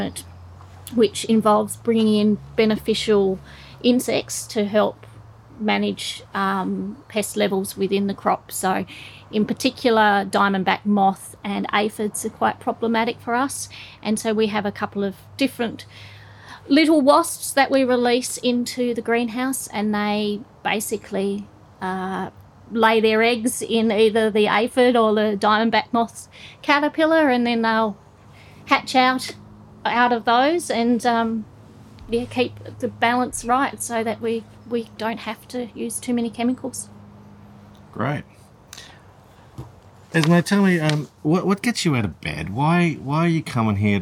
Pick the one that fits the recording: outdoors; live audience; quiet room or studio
outdoors